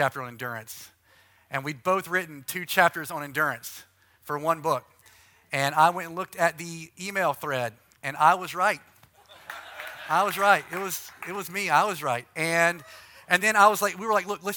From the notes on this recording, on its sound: Session 5 from the Advance North America Conference at Southlands Church in Brea, CA.